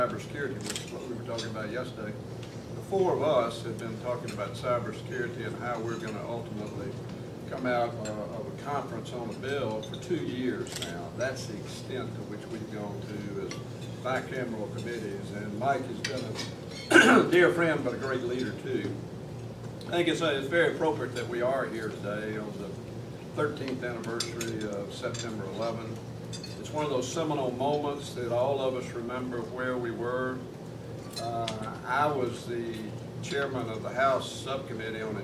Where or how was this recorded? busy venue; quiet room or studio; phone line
busy venue